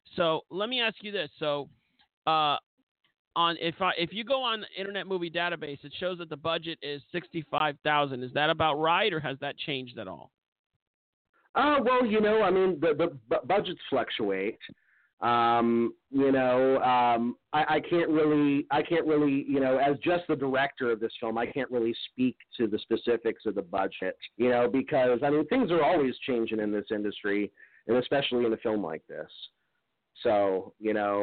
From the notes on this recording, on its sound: a LIVE Call